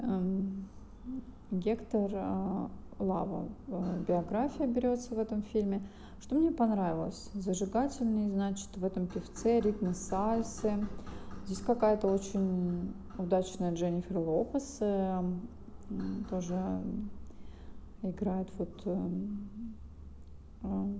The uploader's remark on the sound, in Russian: Извиняюсь за звук стройки на заднем плане.